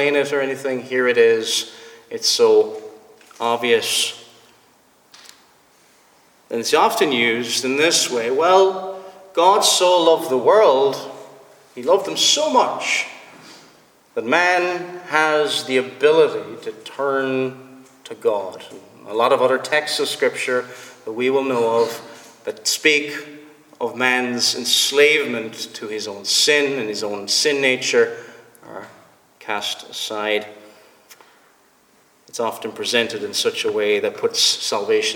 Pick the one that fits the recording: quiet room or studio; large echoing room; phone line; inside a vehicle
large echoing room